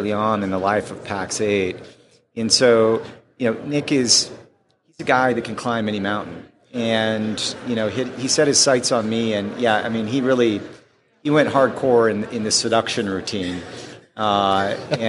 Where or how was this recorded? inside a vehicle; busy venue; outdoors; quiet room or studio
busy venue